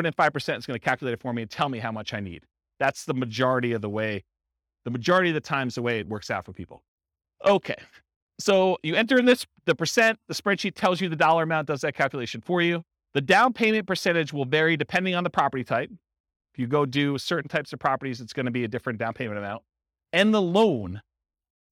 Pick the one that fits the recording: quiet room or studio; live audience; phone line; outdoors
live audience